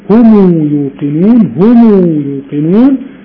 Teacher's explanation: ميم الجمع يضمها ويصلها بحركتين